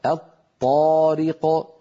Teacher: أدغمنا لام التعريف في الطاء فصار النطق بطاء مشددة، أيضا لابد من أن يكون النطق بطاء مشددة غير مفكوكة.